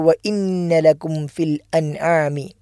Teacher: അപ്പോൾ ഗോപ്യമായ രൂപത്തിൽ അൻആമി എന്ന് ഓതിയാൽ തെറ്റാൻ, ആമി എന്നോതാനും കഴിയില്ല. മറിച്ച് അൻ ആം എന്ന് സുക്കൂനുള്ള നൂനും ഐനും വെളിവാകുന്ന രൂപത്തിലാണ് നമ്മൾ ഉച്ചരിക്കേണ്ടത് · Term: ഇൽഹാർ